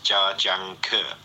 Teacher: Also, it's Chinese words are very syllabic, so you don't like, it's not like Janker or Janker. It's every syllable has kind of equal weight.